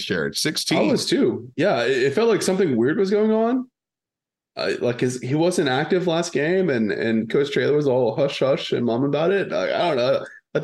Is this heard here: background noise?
no